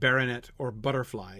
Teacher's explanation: Jack Herbert says Carroll told the illustrator that if he didn't like drawing a carpenter, then anything of three syllables would work, provided the emphasis was on the first syllable